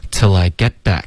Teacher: get 的 t 我们会省略